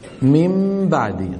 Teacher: سبحان الله، الإنسان بفطرته، ما أقول العربي، الإنسان بفطرته إذا جاءه نون ساكنة بعدها باء يقلبها ميم بدون تفكير بالفطرة، ليستسهل ذلك ويستصعب أن ينطق نونا ساكنة لسانية وبعدها باء شفوية، فيحول النون إلى حرف يعني فيه صفتان في آن واحد. هو من مخرج الباء الآتية ولكنه يشبه النون في أنه حرف غنة · Term: القلب